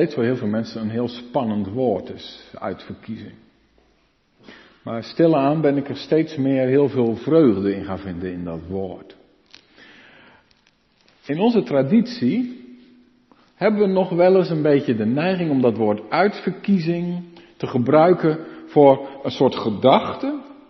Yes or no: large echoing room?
yes